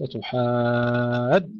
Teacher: ندفع الألف أتحاجوننا حتى يظهر تشديد الجيم جيدا